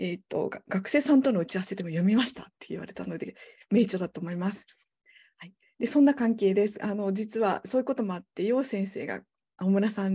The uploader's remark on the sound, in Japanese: 収録場所： オンライン (Zoom)